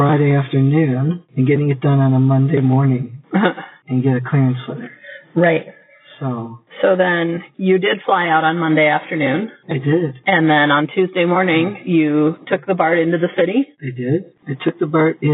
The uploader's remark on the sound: Audio quality was a challenge this week.